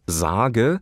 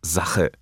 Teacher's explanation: Noch deutlicher aber ist seine Betonung des G und des CH. Im Wort Sage wird G zu einem CH, also aus Sage wird Sache. · Shown in: second take